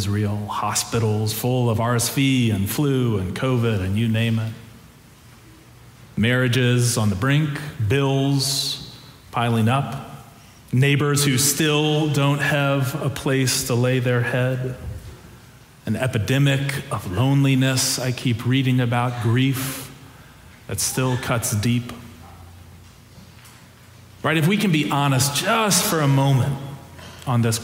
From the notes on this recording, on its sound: Preached during our Christmas Eve Candlelight Services